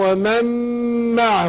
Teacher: ادغام النون في الميم. ادغام بغنة